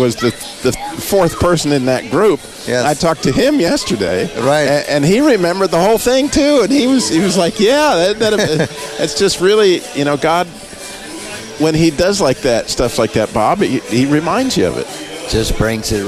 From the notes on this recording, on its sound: live from the Middle Eastern Christian Festival in Kernersville, NC.